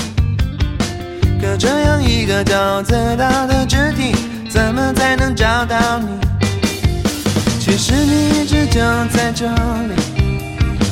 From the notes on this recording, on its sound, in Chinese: 独白-《在阳光和野花里聊北京》#边走边录。